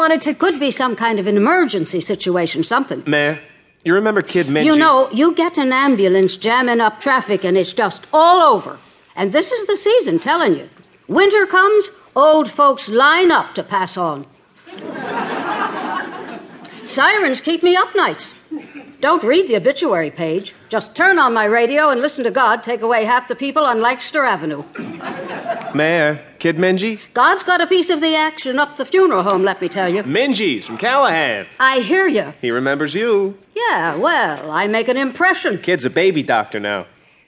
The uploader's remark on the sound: Recorded before a live audience by L.A. Theatre Works.